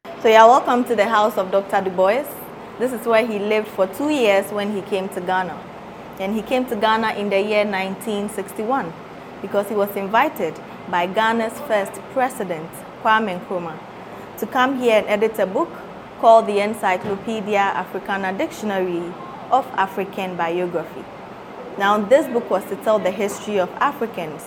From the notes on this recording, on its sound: Recordings of interviews captured during a May 2023 field trip to Ghana.